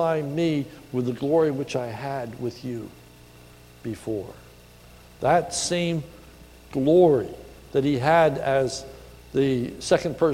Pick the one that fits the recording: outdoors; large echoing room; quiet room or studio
large echoing room